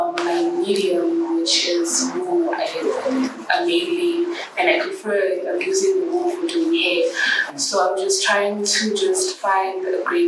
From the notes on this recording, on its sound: The Funda Centre. The following is the unedited recording of the panel discussion/ round table/ mic in the middle moment.